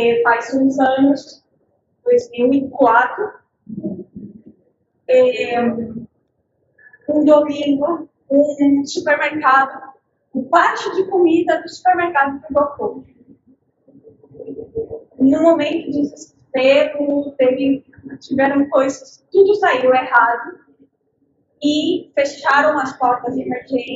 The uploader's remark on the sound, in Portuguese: Gravação da palestra presencial aberta e gratuita. Ocorreu no Mercado Público Municipal de Laguna. Após sua reinauguração, sendo o primeiro evento a ocorrer no mezanino, ainda sem funcionamento de energia elétrica ou mobiliário.